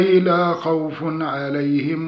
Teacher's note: فالواو والياء في كلمتي خوف وعليهم هما حرف اللين